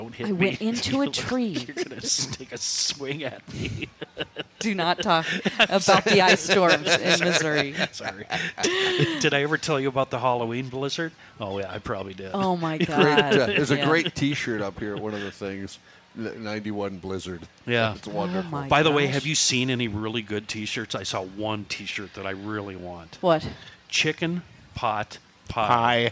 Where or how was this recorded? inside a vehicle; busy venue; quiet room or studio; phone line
busy venue